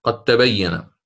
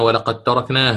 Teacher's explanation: والدال من قد هذه تدغم وجوبا في التاء، ومثالها قد تبين.